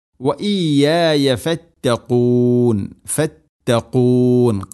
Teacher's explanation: ഖാഫ് തൊണ്ടയുടെ മുകൾ ഭാഗം കഴിഞ്ഞ് ചെറുനാക്കാണ് മഖ്റജ്.